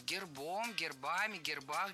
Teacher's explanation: В этом слове при склонении ударение переносится на окончание.